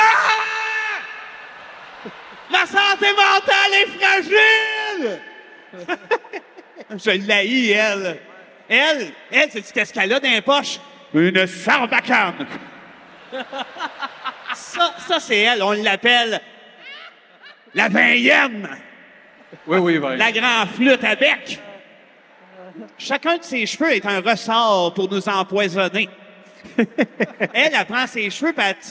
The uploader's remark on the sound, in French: SOUS ÉCOUTE au CENTRE BELL - Soirée complète